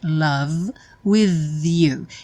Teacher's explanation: Parece um V, só que ele é produzido com a língua na ponta dos dentes superiores.